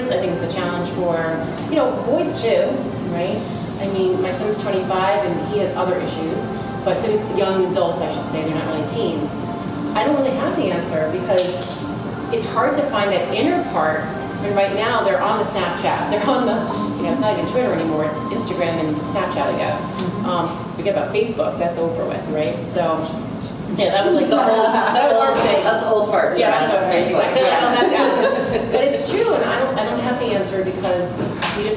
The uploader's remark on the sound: Recorded Live From Athleta NYC. Today on the podcast is a recording of a recent live event called Unstoppable: A Women’s Conversation. Please excuse the background noise.